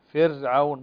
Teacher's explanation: فرعون مرققة ساكنة وما قبلها مكسور وليس بعدها حرف استعلاء